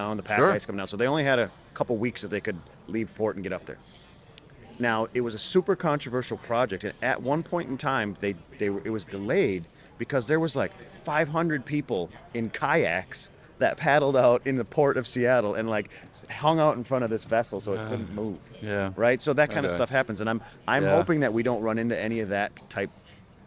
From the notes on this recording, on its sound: Live From New Orleans – American Clean Power 2023. When you get to see everybody on the show floor.